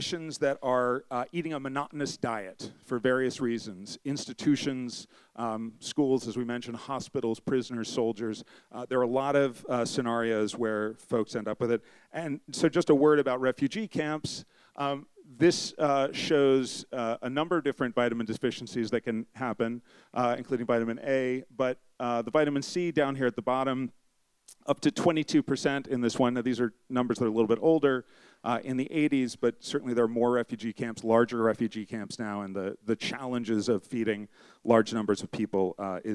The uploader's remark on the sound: A special night of short talks. As part of The Long Now Foundation's “Conversations at The Interval” Salon Talks. These hour long talks are recorded live at The Interval, our bar, cafe, & museum in San Francisco.